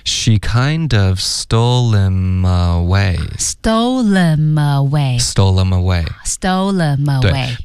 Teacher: stole 的这个 L 跟后面 him 读成 lim 吗？可以啊，这个可以读成 lim， stole himaway，可以的。好，老师再来读一遍。